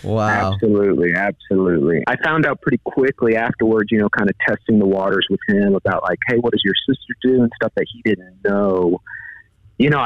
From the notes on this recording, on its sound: A Phone Prank